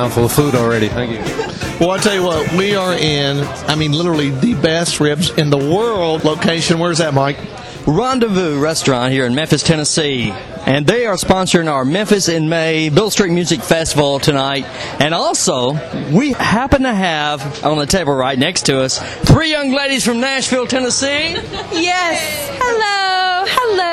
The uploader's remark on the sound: The second night of the Memphis in May Beale Street Music Festival coverage for our podcast began the recording at the establishment who sponsored day two of the festival, Rendezvous in downtown Memphis. Interviewing fans of the music festival.